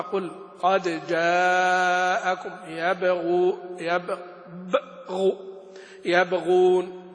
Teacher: تجد القلقلة أضعف، فإن اللسان يكون ملتفتا إلى الحرف الذي بعد المقلقل فيظهر الحرف ظهورا دون ذلك.